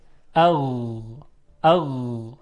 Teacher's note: اما صدای غین صدایی است که رخوت داره و قطع نمیشه، اغ، اغ، صدای نرمی هست نسبتا.